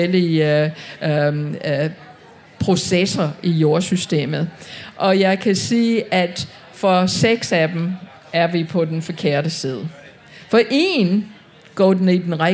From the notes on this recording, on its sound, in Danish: Tage Klimakrøller med på KU festival og for allerførste gang lave en LIVE udgave af podcasten. Og med et publikum bestående af studerende fra alle KUs fakulteter.